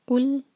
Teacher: قاف پہ جو دمہ ہے اس کے لیے ہمارے ہوٹ گول ہوں گے، لیکن جب لام پر آئیں گے تو ہمارے ہوٹ جو ہے نارمل پوزیشن میں آ جانے چاہیے